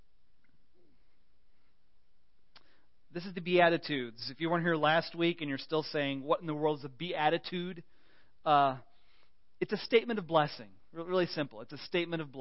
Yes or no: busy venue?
no